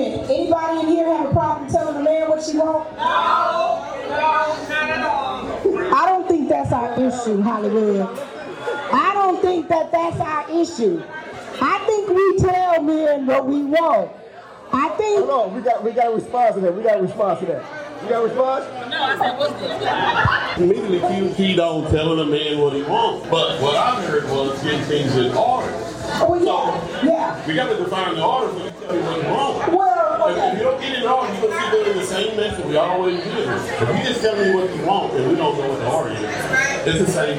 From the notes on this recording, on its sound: This is the first live event day party Meet- Mix- Mingle and Match. It was full of interviews, dancing, and fun.